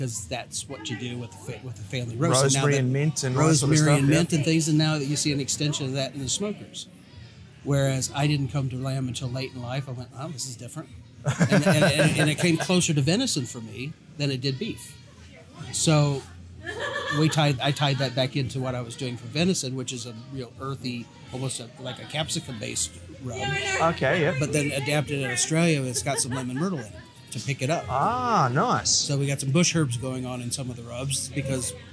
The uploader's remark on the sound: Live at Meat Meet 2019. Come down to Horsham in Victoria for the Meat Meet BBQ Competition.